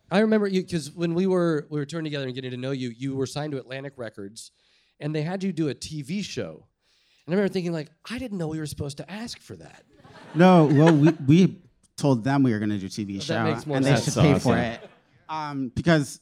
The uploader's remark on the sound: Live show taping at Bowery Ballroom, New York City. Onstage for tales and tunes!